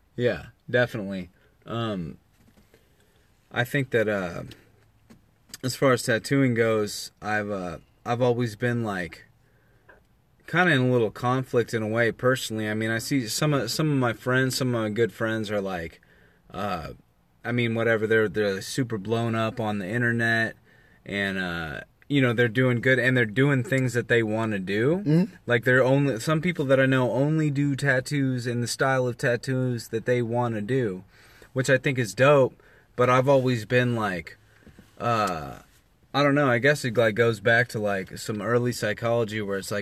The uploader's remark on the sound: Recording from his truck. In Indianapolis, Indiana.